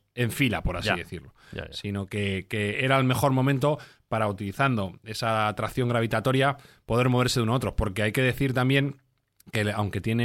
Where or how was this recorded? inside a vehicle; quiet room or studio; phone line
quiet room or studio